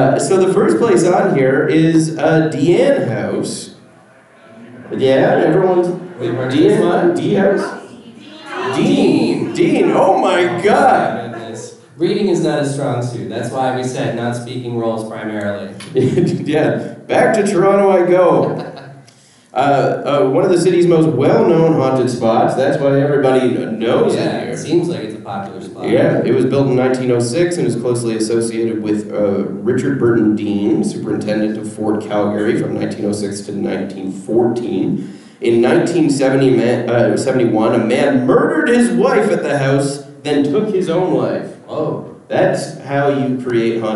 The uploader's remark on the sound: Calgary Expo 2023 LIVE. Are live from Calgary.